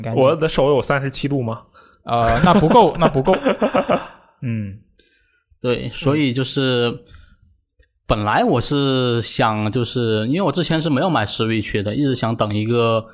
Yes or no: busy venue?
no